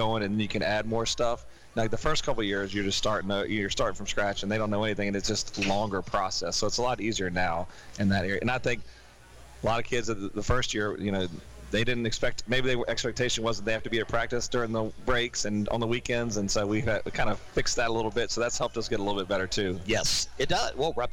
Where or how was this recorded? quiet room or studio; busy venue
busy venue